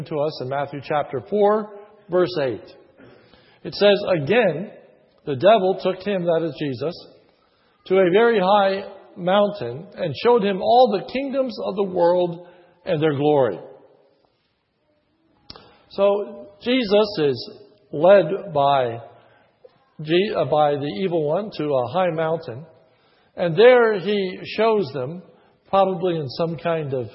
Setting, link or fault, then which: setting, large echoing room